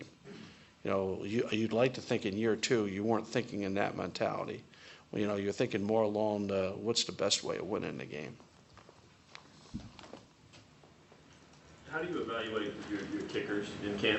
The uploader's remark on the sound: Press Conferences & Post-Game Interviews. Talks to reporters during a press conference.